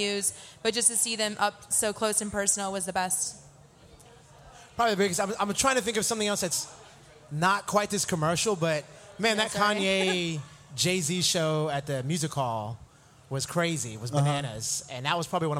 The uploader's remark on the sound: SXSW 2016 Preview Live at Rattle Inn.